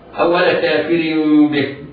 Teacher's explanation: أول كافر به، عند الوصل الراء منونة والتنوين بعده باء، حكمه الإقلاب، يعني قلب التنوين ميما ساكنة لفظا لا كتابة. ولذلك تجد الراء مربوطة في المصحف عندك، وضع العلماء الضبط تحتها كسرة زائد ميم، بدل الكسرة الثانية وضعوا ميما للدلالة على أن التنوين ينطق ميما، وحكمها الإخفاء مع الغنة.